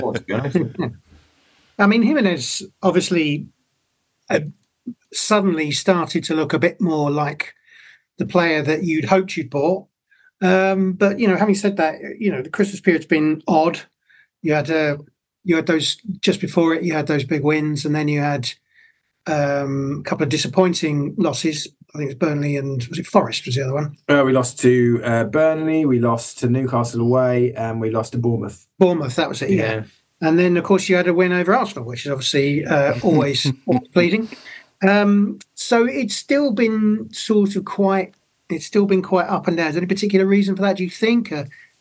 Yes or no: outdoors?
no